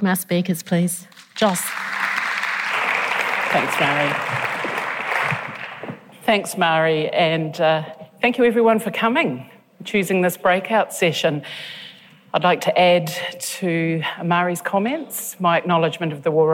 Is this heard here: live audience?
yes